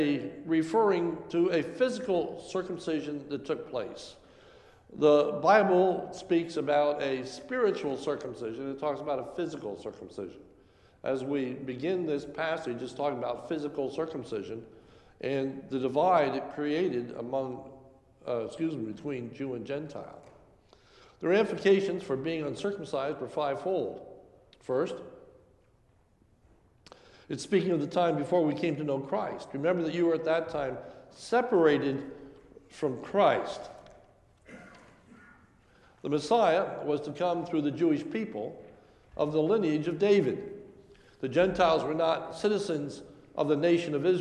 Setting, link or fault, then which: setting, large echoing room